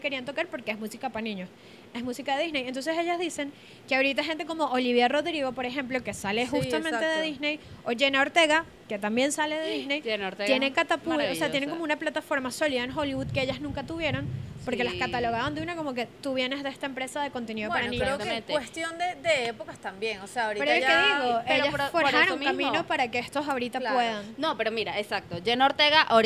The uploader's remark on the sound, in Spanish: Grabado en Vía Lattea, en Caracas